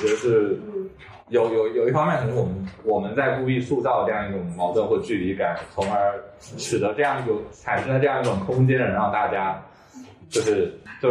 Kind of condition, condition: fault, poor sound quality